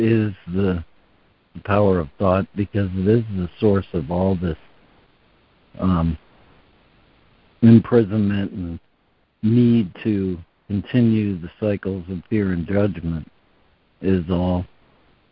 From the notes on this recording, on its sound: ACIM Daily Conference Call.